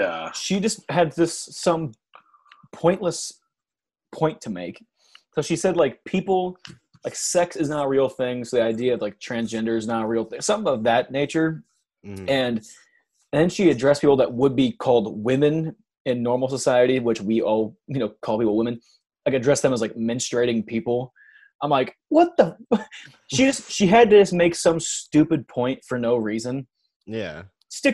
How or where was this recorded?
video call